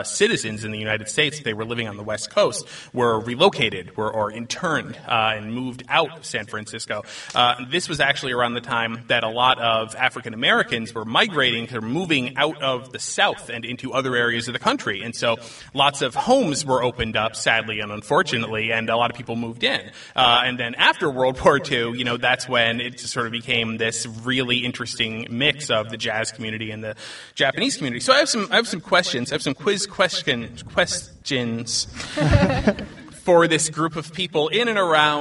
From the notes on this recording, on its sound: We held our first ever live event and it was awesome! We're releasing half of our live show as this week's episode.